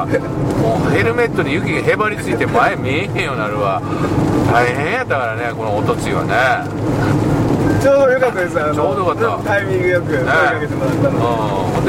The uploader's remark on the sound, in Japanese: 福井県へ向かう車の中でドライビング対談収録をいたしました。